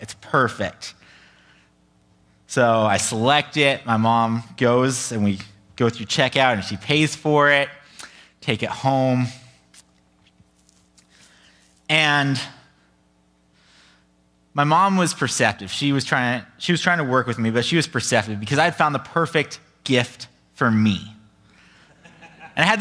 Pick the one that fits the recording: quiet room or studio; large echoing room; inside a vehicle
large echoing room